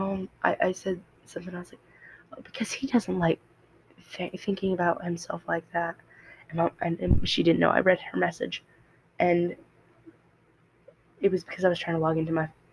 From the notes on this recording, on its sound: I'm so sorry this didn't turn out good I've been looking for a better mic so yall can hear me better